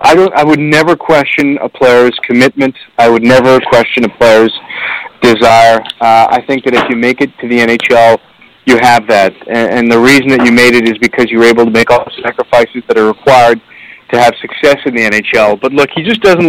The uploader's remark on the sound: we take your phone calls